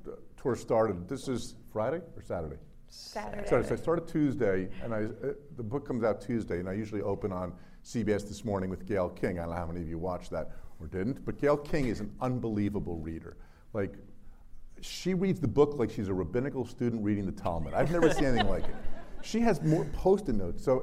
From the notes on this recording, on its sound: A live interview in front of a sold out crowd of 400 readers at their home away from home, Cuyahoga County Public Library.